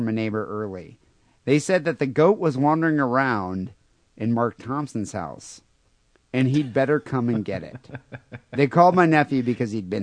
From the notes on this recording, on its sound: Phone calls